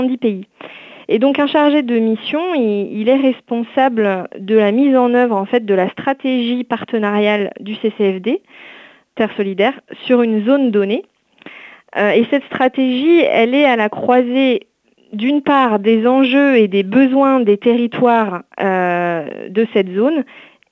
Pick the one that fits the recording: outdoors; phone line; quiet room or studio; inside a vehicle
phone line